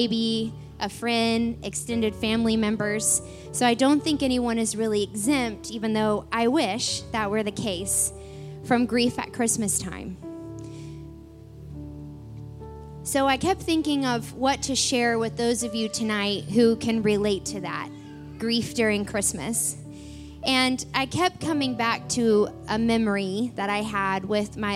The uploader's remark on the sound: This night was recorded on Sunday, December 17th, 2023, during our special Christmas service at The Anchor Church in Rockport, Maine.